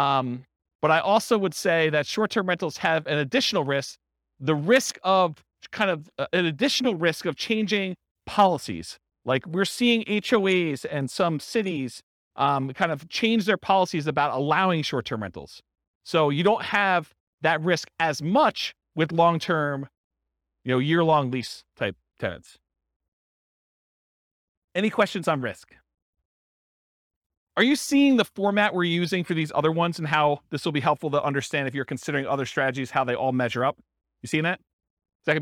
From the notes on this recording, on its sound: This was a live class recorded